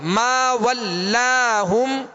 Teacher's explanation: ما میم کے ساتھ الف، اس کو باریک پڑھیں گے اس لیے کہ الف سے پہلے والا حرف باریک ہے